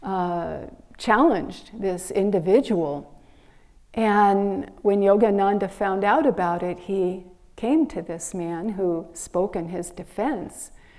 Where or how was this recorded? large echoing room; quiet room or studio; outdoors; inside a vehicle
large echoing room